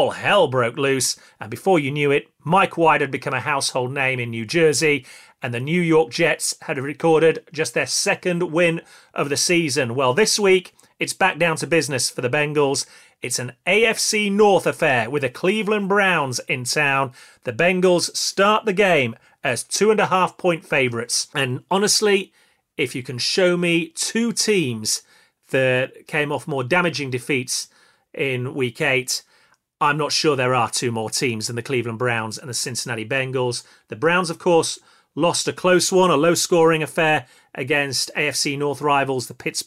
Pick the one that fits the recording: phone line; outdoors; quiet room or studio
quiet room or studio